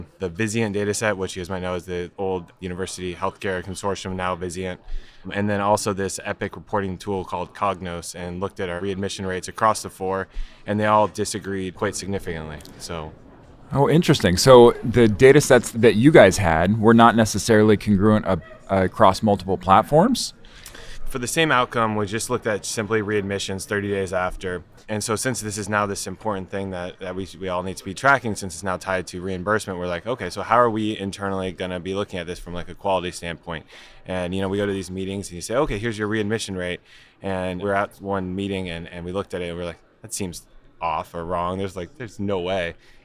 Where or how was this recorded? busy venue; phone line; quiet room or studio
busy venue